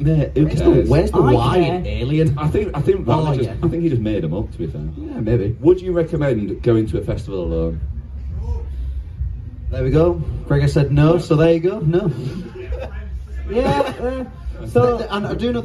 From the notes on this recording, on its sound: Live at Kendal Calling